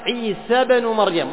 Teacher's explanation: وصلنا السين بالباء، فهي تصل ما قبلها بما بعدها. وهذا من التوجيهات التي يعني سميت بها هذه الهمزة بأنها همزة وصل.